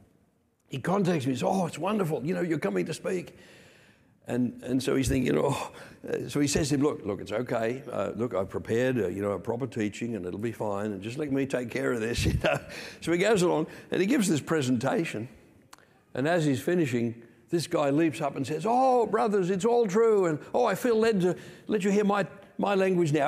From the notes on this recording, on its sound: Recorded Sunday 2/7/2023 Peace Christian Church, Rockhampton Qld